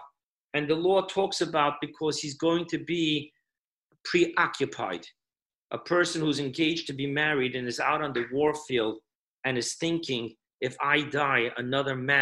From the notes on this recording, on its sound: Zoom Parsha Class